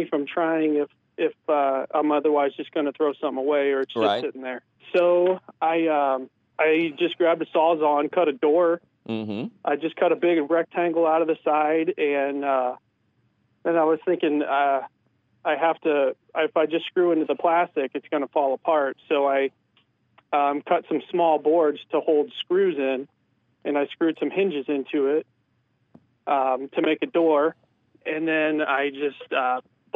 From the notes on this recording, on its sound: your fabulous phone calls